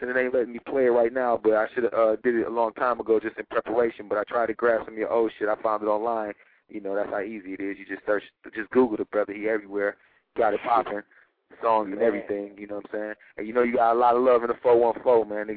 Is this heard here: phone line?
yes